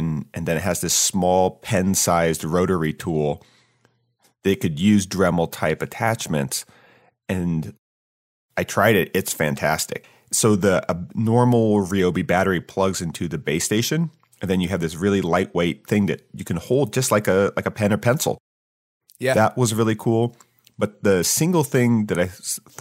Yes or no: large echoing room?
no